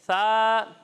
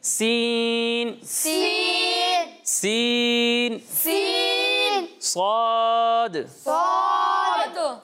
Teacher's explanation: سا میں سیٹی کی آواز نہیں آتی ہے، باقی دونوں میں سیٹی کی آواز آتی ہے